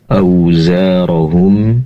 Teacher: Diperjelas mim sukunnya karena mim sukun berasal dari syafah atau bibir ya. · Term: izhar syafawi